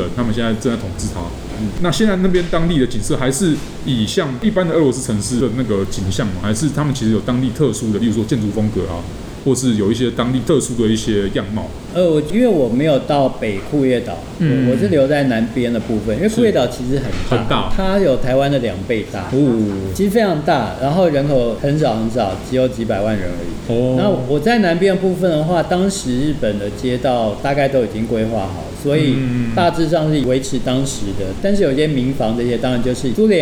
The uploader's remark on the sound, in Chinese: 本集白噪音指數：微風級 2/5。錄音現場約 25°C。錄音地點： 明星咖啡館 - Cafe Astoria。